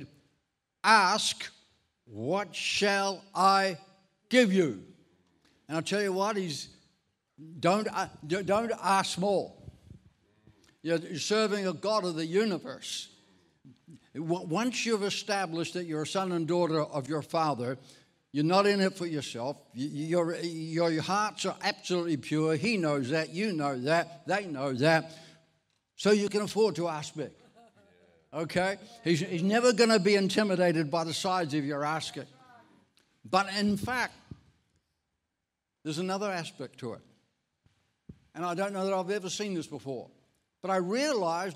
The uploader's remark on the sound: This message was recorded at Encompass Church, Bundoora in July 2023.